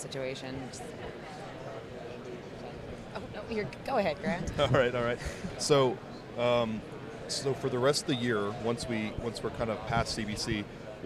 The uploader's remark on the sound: We're LIVE from the tradeshow floor at Craft Brewers Conference 2022 in Minneapolis!